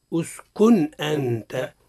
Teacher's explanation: في قوله تعالى اسكن أنت، أحسنت، اسكن نون، نون ساكنة غير مجردة من السكون، يعني فوق منها سكون، أتى بعد حرف من حروف الحلق الستة اللي هي الهمزة، إذن قراءتها اسكن أنت، اسكن أنا حققناها، يعني أظهرنا النون من غير غنة · Term: الإظهار